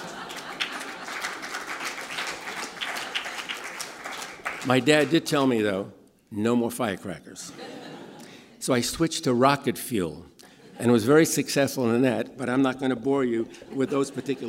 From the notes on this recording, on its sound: In this podcast, recorded at the 2014 International Achievement Summit in San Francisco.